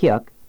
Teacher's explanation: Next, try 기억, as in good. Closure is made at the root of the tongue.